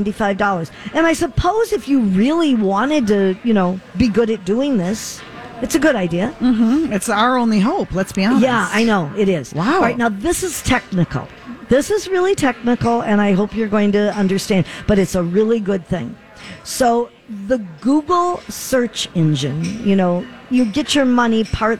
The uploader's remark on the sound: Live at the General Store of Minnetonka